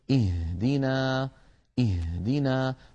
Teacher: بعض إخواننا يقول اهدنا الصراط فيضغط على صدره ويستهلك الهواء الذي في الرئتين دون أن ينطق هاء صحيحة. الهاء ليست من الصدر بل من أقصى الحلق فوق الهمزة بقليل.